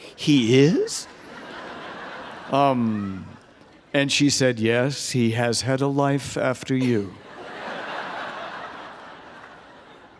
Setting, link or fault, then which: setting, live audience